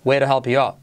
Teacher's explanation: Y la última T de out casi no se dice